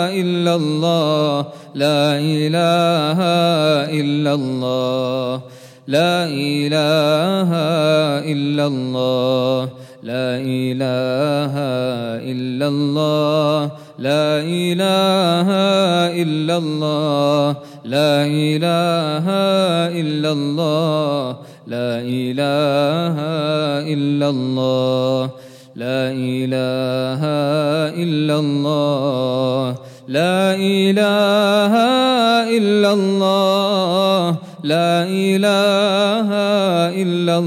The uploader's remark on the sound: at the Houghton Masjid (West Street)